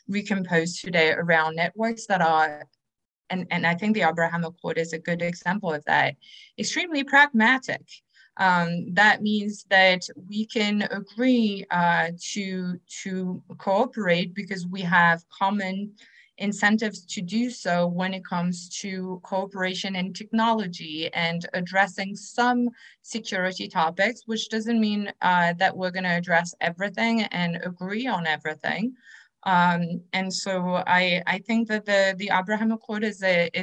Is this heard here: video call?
yes